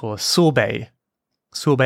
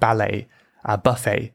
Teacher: It looks like sorbet, but the T is silent, like many French words, like ballet, buffet.